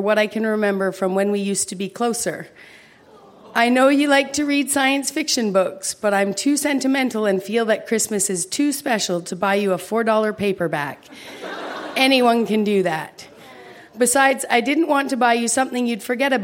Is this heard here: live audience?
yes